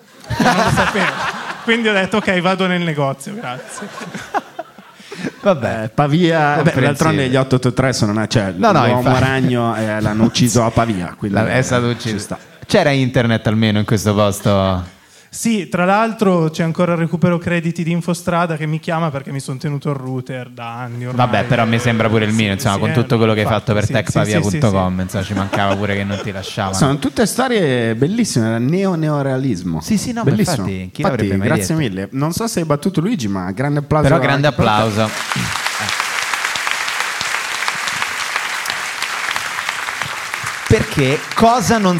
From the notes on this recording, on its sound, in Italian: Live dal teatro Franco Parenti di Milano. Con gli aneddoti variegati del pubblico milanese.